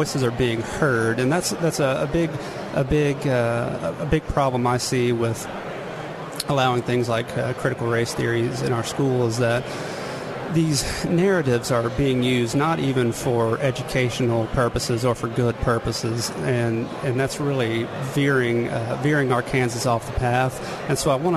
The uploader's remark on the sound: live from Republican Signing Day on February 22, 2022